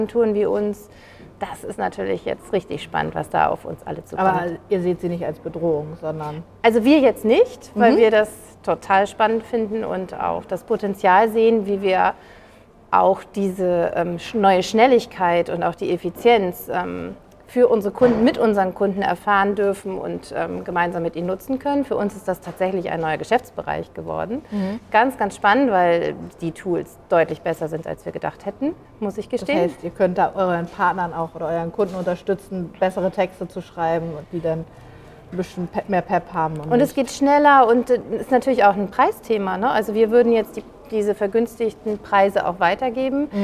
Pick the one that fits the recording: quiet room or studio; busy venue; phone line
busy venue